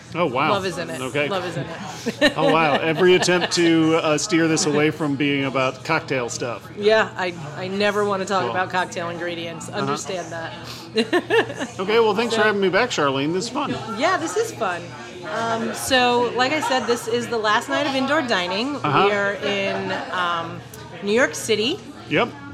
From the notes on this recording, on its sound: T's the last night of indoor bar service in NYC for a while. At Hinterlands Bar.